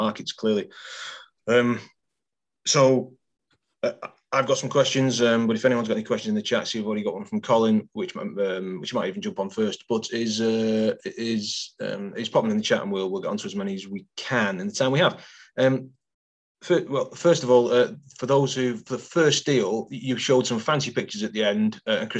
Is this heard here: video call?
yes